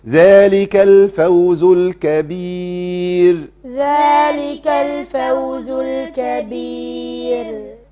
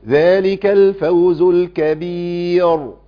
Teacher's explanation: يفخم الراء، فخم الراء، والراء عندنا ايه؟ مرققه، لان وقفت عليها وقبلها ايه؟ ياء ساكنه. · Shown in: first take